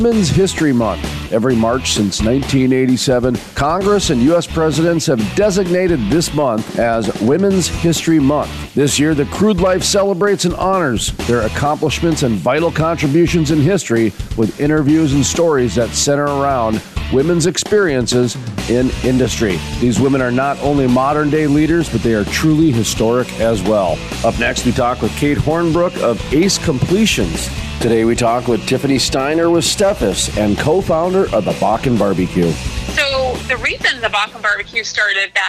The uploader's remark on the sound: live from the Permian Basin Association of Pipeliners Annual Cookoff